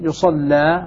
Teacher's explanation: إذن هذه بتشديد اللام وضم الياء يصلى على البناء لما لم يسمى فاعله.